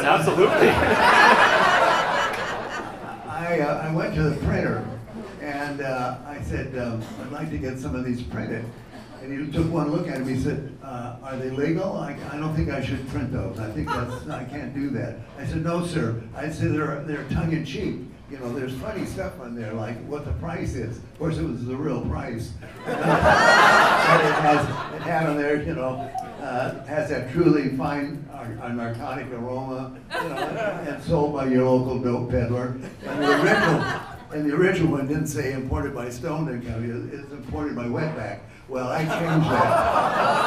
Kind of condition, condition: setting, live audience